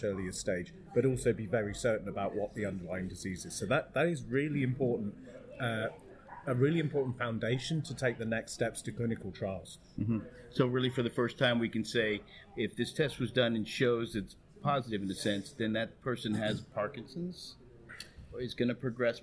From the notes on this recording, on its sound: We broadcasted live from the 2023 Parkinson’s Progression Markers Initiative (PPMI) Annual Meeting. This interview took place on-site at the recently wrapped up annual event of the Michael J Fox Foundation in New York.